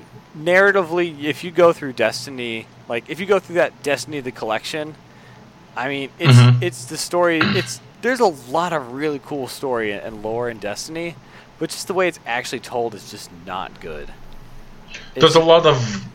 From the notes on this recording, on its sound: Game in the background: Overwatch.